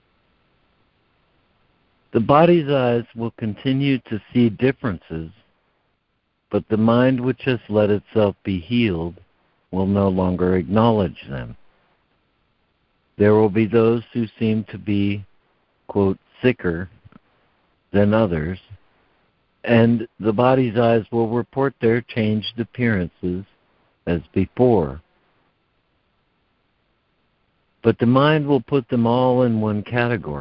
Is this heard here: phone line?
yes